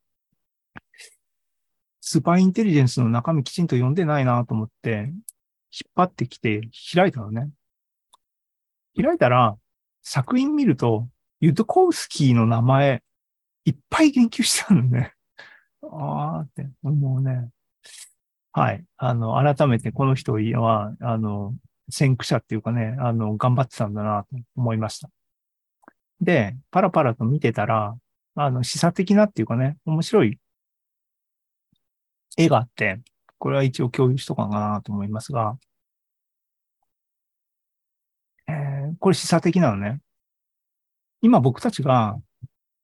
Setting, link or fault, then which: link, video call